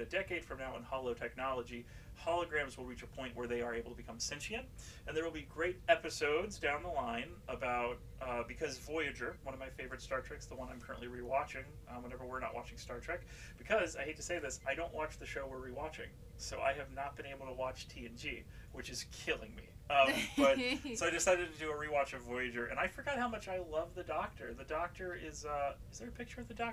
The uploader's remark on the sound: Had some issues with our new mics